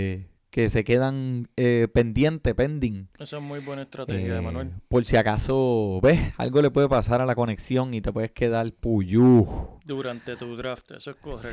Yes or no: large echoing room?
no